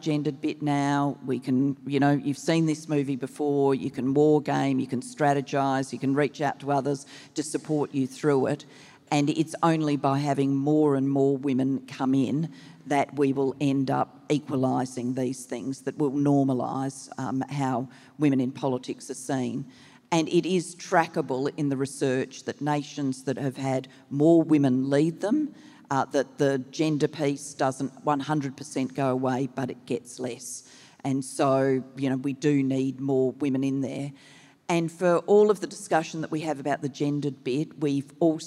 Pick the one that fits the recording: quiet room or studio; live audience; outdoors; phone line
live audience